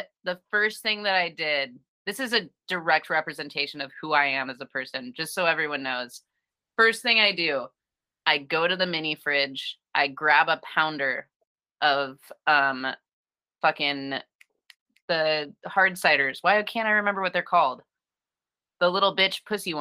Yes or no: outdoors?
no